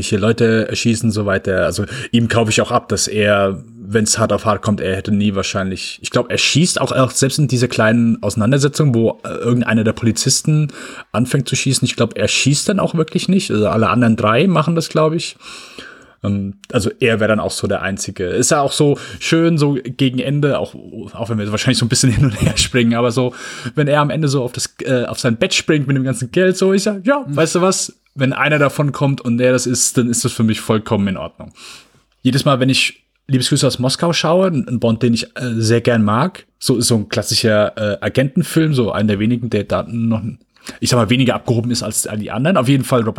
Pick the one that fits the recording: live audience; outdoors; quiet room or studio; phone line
quiet room or studio